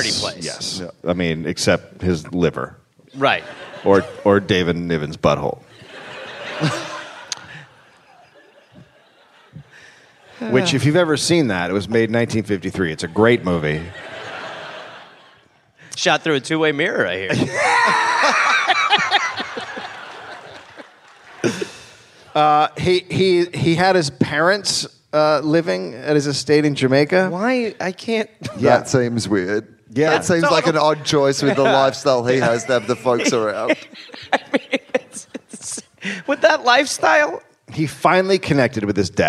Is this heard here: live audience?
yes